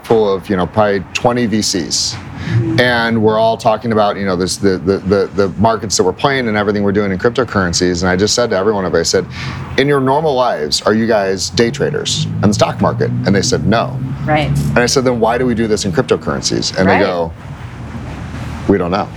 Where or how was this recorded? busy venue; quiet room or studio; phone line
busy venue